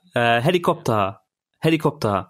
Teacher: The ta character at the end is kind of elongated.